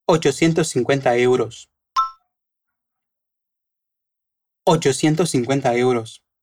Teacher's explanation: el número no se junta a la palabra siguiente, porque termina en vocal